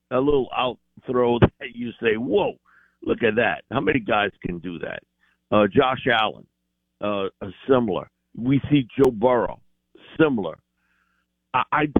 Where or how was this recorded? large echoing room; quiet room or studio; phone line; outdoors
phone line